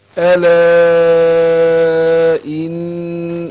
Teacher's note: والنون أديها الغنة بتاعتها